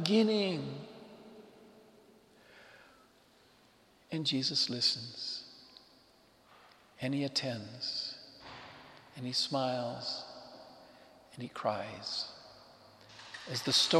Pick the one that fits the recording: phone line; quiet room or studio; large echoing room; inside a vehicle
large echoing room